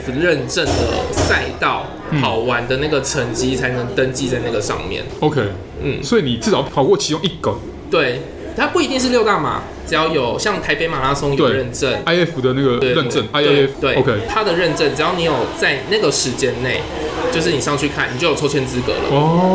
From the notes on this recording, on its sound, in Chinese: 本集白噪音指數：蚊風級 1/5。錄音地點： 齊客咖啡 The Gathering Cafe。